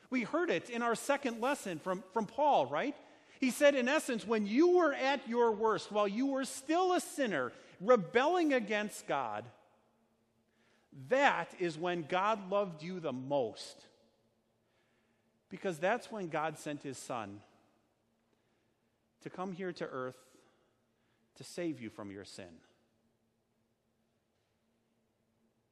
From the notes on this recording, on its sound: Sermon preached at Our Savior Lutheran Church in Birmingham, AL, on Sunday, October 13th, 2019.